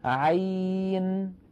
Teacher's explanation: عين يعني يتألف من عين مفتوحة بعدها ياء ساكنة بعدها نون ساكنة · Term: حرف عين